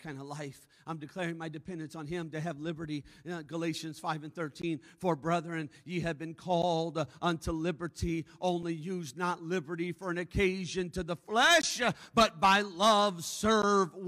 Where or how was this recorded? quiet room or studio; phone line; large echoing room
large echoing room